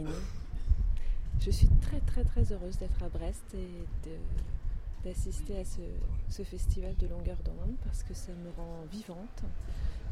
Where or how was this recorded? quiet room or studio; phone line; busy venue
busy venue